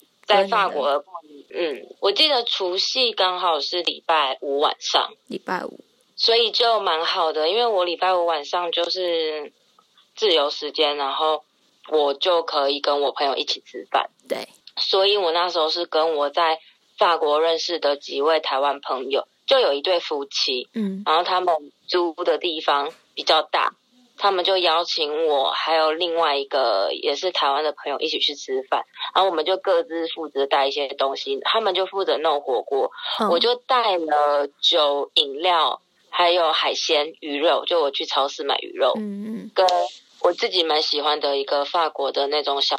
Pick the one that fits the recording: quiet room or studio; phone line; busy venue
phone line